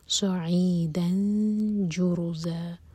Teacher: دال کی تنوین کے بعد جیم، تو جیم کے لیے اخفاء، نون کی آواز کو چھپائیں گے اور جیم کے لیے زبان تیار کریں گے